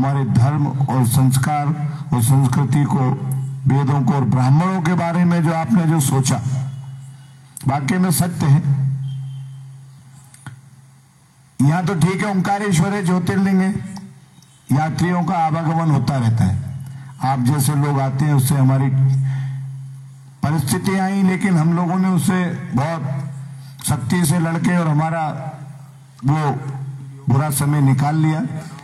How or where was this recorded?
outdoors